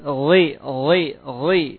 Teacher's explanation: ghinya itu rokhwa, bukan gi, tapi ghi